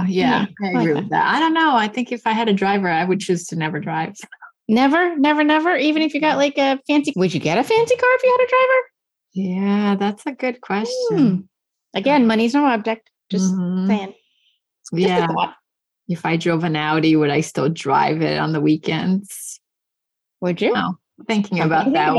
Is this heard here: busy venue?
no